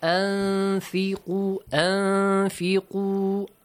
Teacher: You have to say that the rule إخفاء is applied, which means hide. You have to hide the sound of the نون ساكن here. أنفقوا أنفقوا and a nasal sound you have to produce.